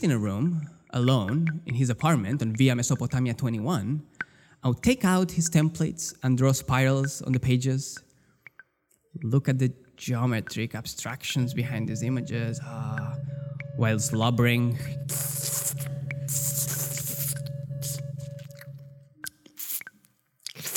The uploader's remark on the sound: This show was recorded in front of an audience in April of 2018 at the Emily Harvey Foundation in New York. With live music.